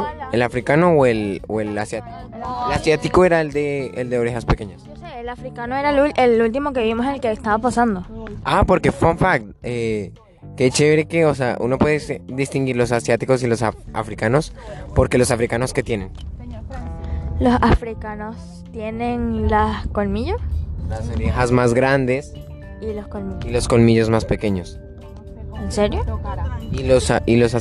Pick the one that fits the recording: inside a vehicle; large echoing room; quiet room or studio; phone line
inside a vehicle